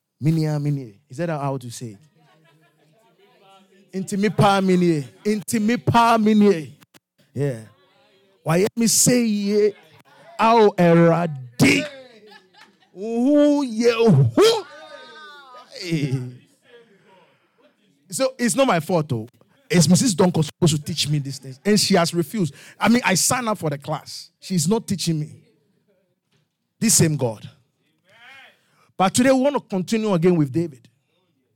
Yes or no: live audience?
yes